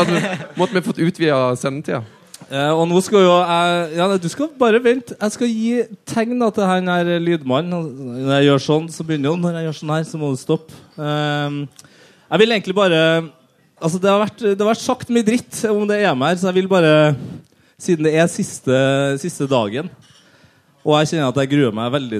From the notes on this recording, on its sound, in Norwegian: Live EM-finaleshow fra en herlig pub i Trondheim.